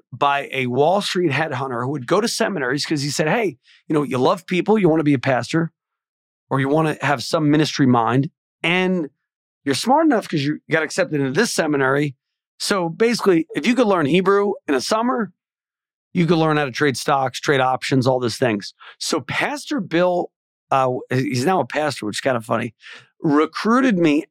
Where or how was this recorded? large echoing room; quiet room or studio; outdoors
quiet room or studio